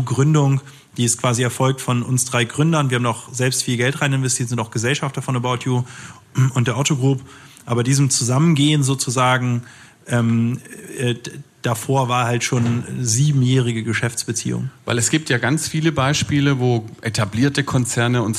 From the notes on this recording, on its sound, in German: im Rahmen einer Veranstaltung des Handelsblatt Wirtschaftsclubs aufgezeichnet